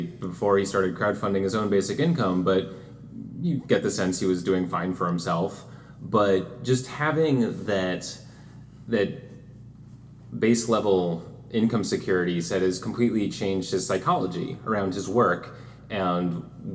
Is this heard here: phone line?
no